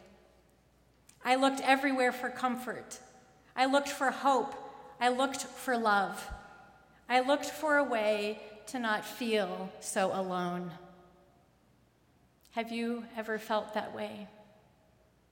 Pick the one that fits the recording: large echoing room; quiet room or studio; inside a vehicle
large echoing room